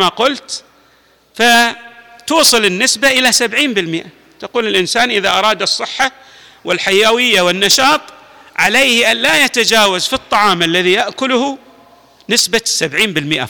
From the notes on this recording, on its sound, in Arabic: تسجيلات جامع الامام علي عليه السلام الأحساء المبرز